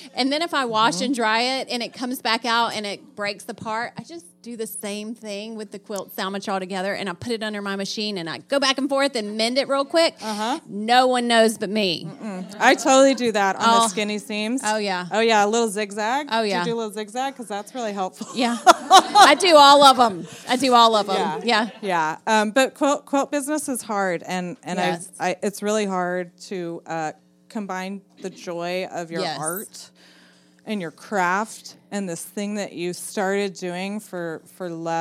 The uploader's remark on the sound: LIVE Modcast from CraftSouth in Nashville, TN while Quiltcon was in town